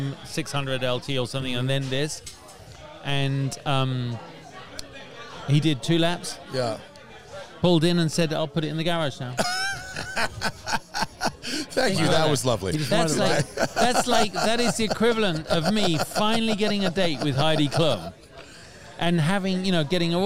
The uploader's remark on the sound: This show was recorded outside so you might hear a small bit of wind noise.